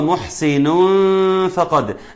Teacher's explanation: هنا تنوين فأتى بعده حرف الفاء، وبالتالي يتم الإخفاء بغنة